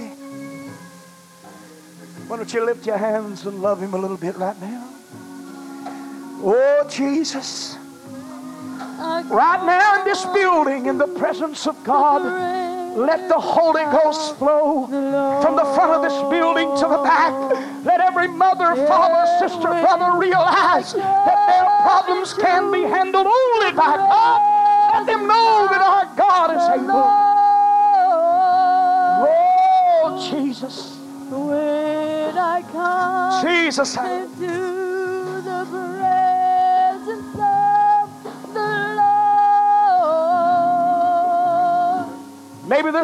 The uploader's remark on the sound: recorded on January 21, 1990 at First Apostolic Church in North Vernon, Indiana